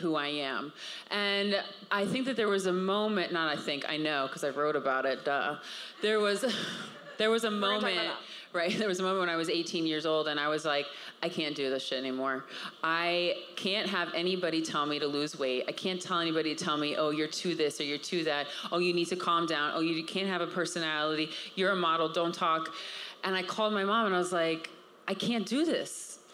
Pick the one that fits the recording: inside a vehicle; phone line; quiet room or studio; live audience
live audience